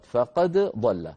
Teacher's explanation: أيضا في الآية الثانية عشرة ختمت بقوله تعالى فقد ضل سواء السبيل، دال فقد آخرها دال، ضل أولها ضاد، فقد ضل. حفص رحمه الله لا يدغم الدال في الضاد بل يظهرها